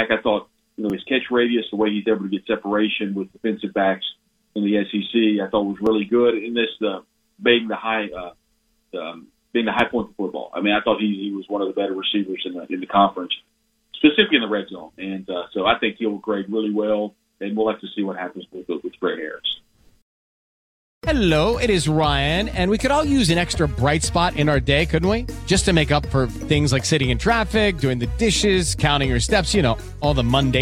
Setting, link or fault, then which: link, phone line